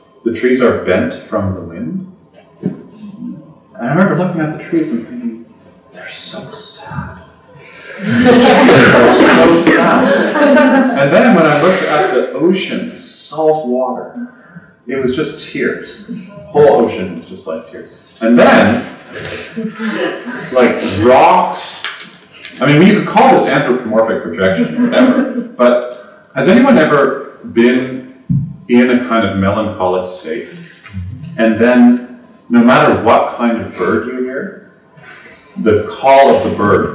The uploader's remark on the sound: These talks are part of a series on the psychology of yoga and Buddhism and were recorded in front of a small group in Toronto in 2015.